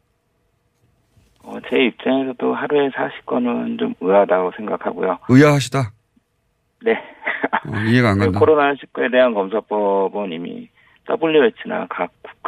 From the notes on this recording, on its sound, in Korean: 전화연결